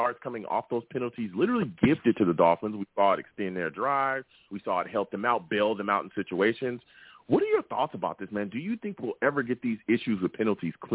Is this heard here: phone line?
yes